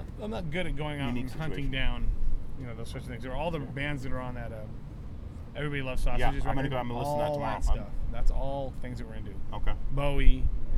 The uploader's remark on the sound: We met up at the Hawthorne Theater in Portland Oregon and interviewed between 2 vans outside.